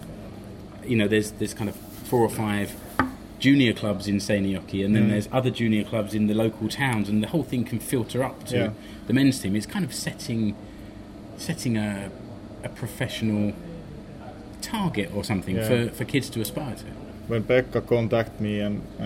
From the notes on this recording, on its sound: Attends the press conference at OmaSp Stadion. When SJK Seinäjoki launched its new eSports team.